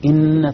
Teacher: لكن إن زمن نطق النون يطول إلى زمن المد الطبيعي · Term: غنة واجبة